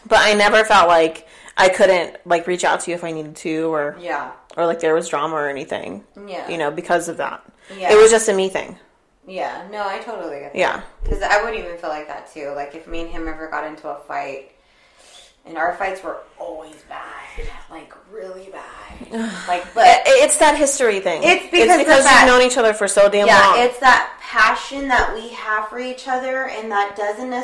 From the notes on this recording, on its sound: We know the audio is a little rough on this one, bear with us!